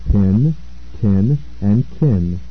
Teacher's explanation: contrast with the aspirated voiceless stops of pin, tin, and kin